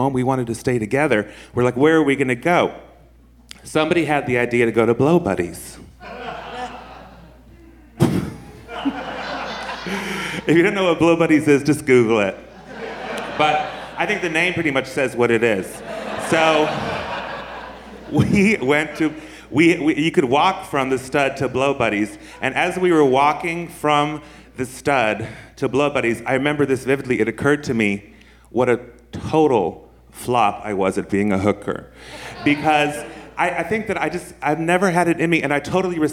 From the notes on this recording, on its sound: This was recorded at our San Francisco Sketchfest show.